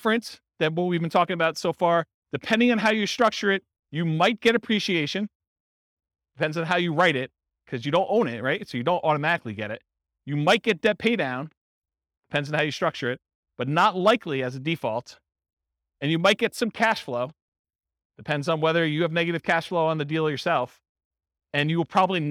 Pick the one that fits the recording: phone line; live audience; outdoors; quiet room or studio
live audience